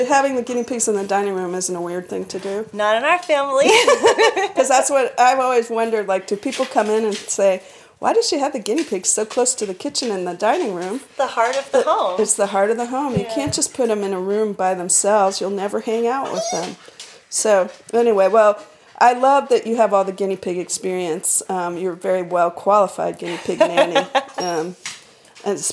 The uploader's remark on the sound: This recording was made in my dining room: two humans, two dogs, and two guinea pigs is a bit much for a handheld iPhone recording. I ended up bringing the audio file into Ferrite to do the editing.